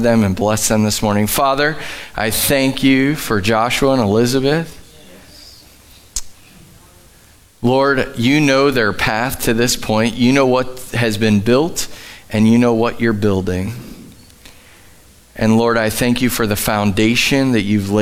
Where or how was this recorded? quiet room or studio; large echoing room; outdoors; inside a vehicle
large echoing room